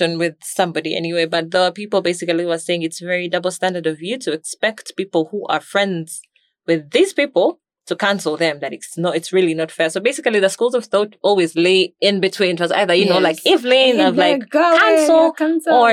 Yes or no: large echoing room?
no